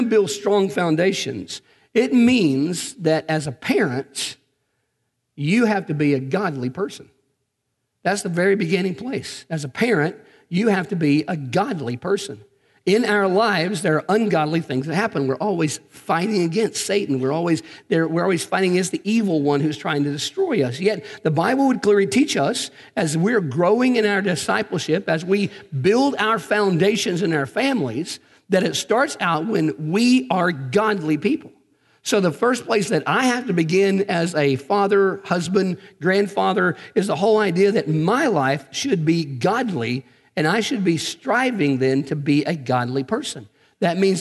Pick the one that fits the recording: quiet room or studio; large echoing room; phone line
large echoing room